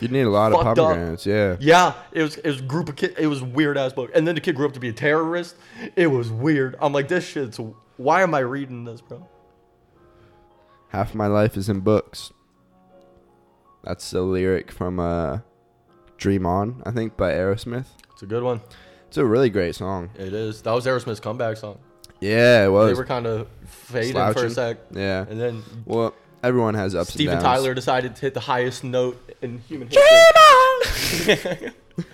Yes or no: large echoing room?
no